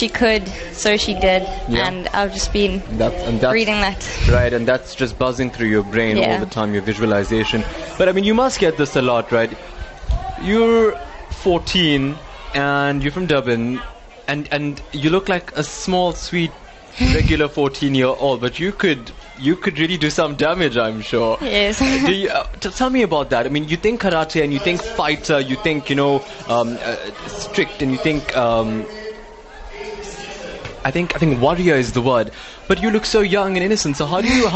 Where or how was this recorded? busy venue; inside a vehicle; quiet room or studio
busy venue